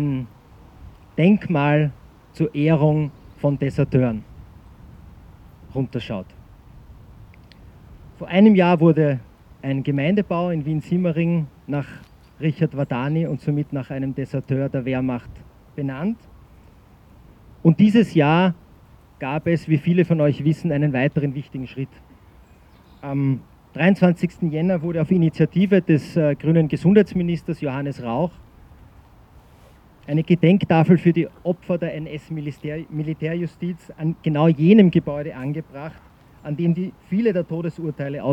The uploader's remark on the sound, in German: O-Ton] Nie wieder Gleichschritt – Deserteursgedenken am 26. Oktober 2023 im Wiener Donaupark